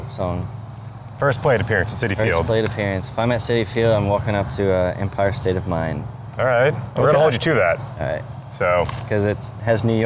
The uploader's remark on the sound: Recorded at Spring Training